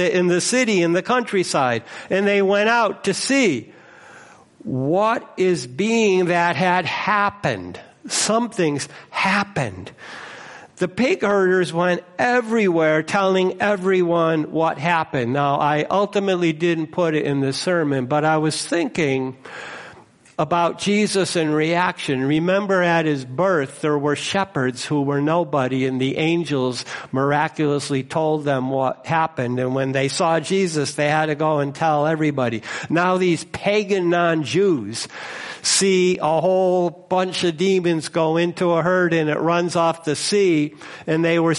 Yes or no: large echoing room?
yes